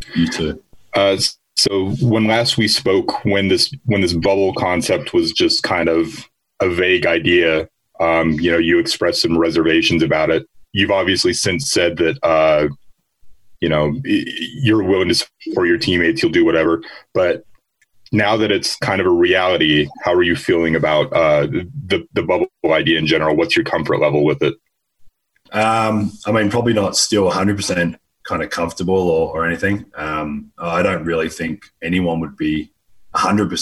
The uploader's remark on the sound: spoke with the media on Wednesday in a Zoom teleconference